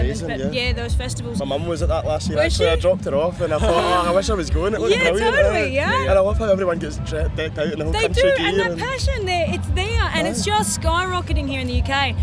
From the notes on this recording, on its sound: TRNSMT Festival 2019. A TRNSMT Festival special recorded across all 3 days of the event.